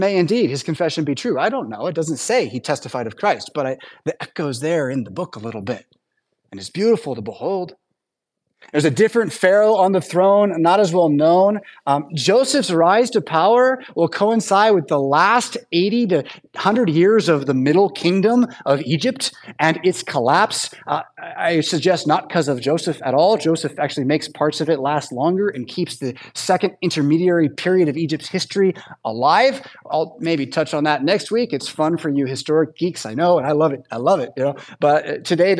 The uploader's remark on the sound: Preached at St Paul Lutheran Church , Rockford, Illinois on Sunday September 3rd, 2023